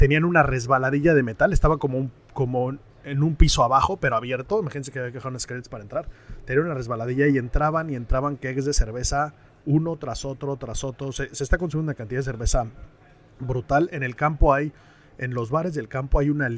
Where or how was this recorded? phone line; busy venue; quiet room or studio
busy venue